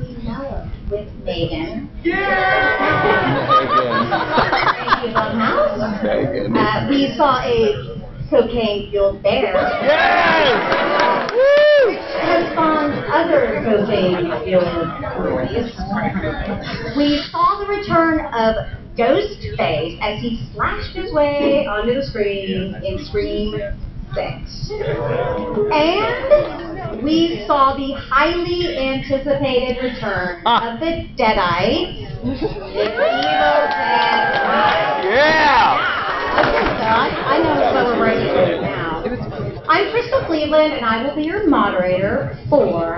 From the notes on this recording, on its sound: Live From DragonCon. Bonus episode recorded this past Labor Day weekend at DragonCon! Participated in a panel about the horror films of 2023 so far.